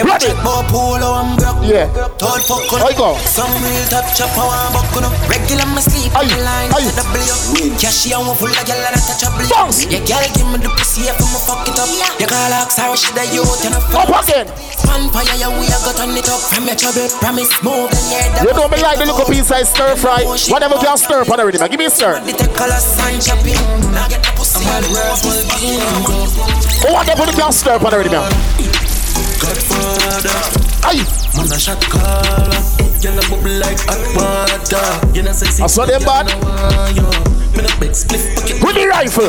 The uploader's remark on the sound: MOTHER'S DAY AT BREW'D[LIVE AUDIO]